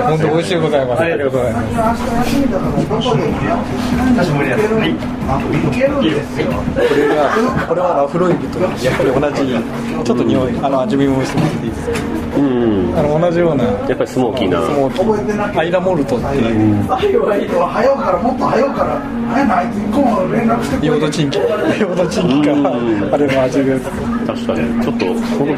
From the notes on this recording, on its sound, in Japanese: ２０１９年４月に東京でお会いしたときの音声です。録音環境が店内のため、お聴きづらい点があることをご容赦ください。